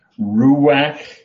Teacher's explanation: it has a guttural in the end. That's the chayth. And underneath the guttural is a line.